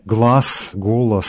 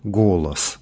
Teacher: И в примере «глаз», «голос», который мы в начале сегодняшнего урока упоминали, в церковнославянском слове «глаз» – неполногласное сочетание «ла», а вот в русском на его месте полногласное «оло» – «голос»